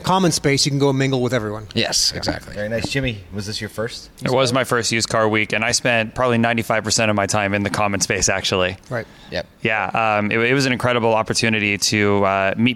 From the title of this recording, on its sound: Live from Used Car Week